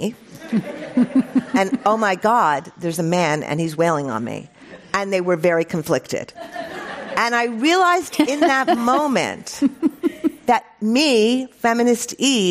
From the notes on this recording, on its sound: This program was recorded in front of a live audience at The Commonwealth Club of California in San Francisco on June 11th, 2019.